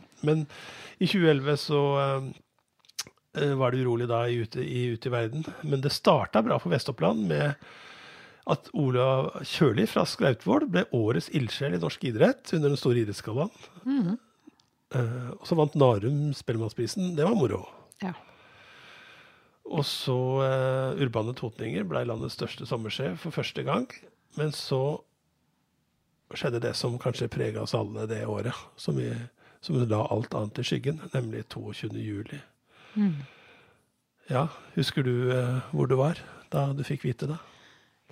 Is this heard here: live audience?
no